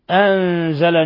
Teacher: نون ساكنة بعدها الزاي إخفاء حقيقي